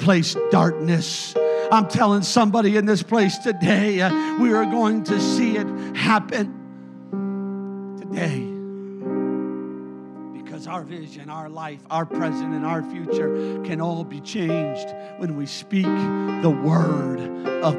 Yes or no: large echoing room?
yes